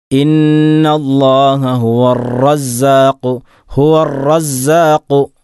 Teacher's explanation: തക്രാർ എന്നുള്ള സിഫത്ത് വർദ്ധിക്കാൻ പാടില്ല, പ്രത്യേകിച്ചും ഷദ്ദ് വന്നു കഴിഞ്ഞാൽ. വഖ്ഫി തക്രീരൻ ഇദാ തുഷദ്ദ് എന്ന് ഇമാം ഇബ്നുൽ ജസരി പറഞ്ഞിട്ടുണ്ട്.